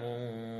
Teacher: ويظهر التنوين عند الحاء في قوله تعالى وحرث حجر